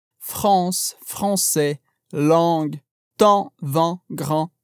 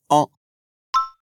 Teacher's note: pensa que você está falando a letra A, mas com um som nasal. Então ele vai virar on. · Term: som an